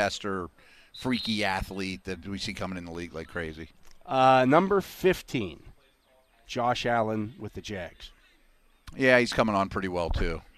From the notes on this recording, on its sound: live from the UPMC Rooney Sports Complex on day 8 of Steelers' OTAs